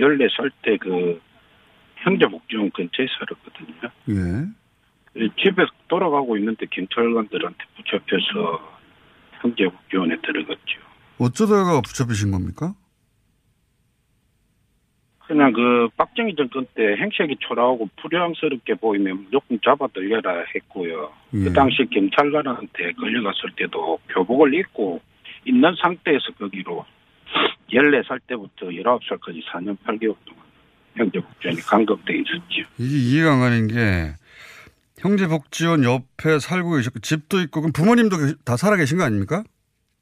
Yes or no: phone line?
yes